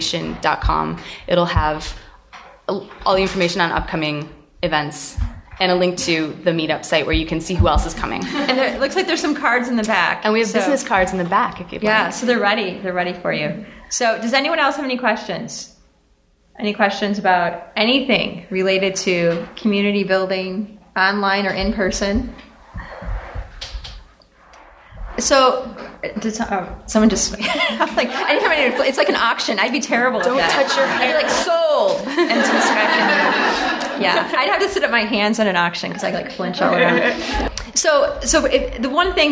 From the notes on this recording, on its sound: This episode of CraftSanity was recorded before a live audience at the Creative Conference of Entrepreneurs in Seattle.